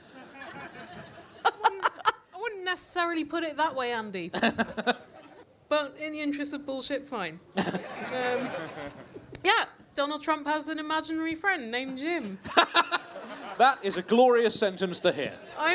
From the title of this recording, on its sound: Bonus Live Bugle